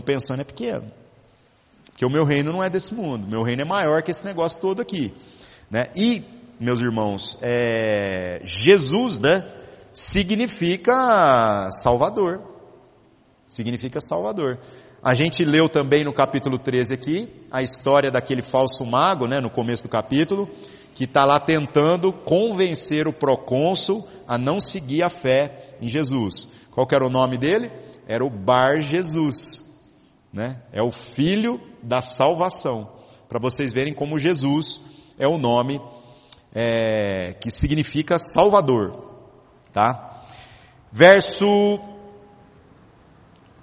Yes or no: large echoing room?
yes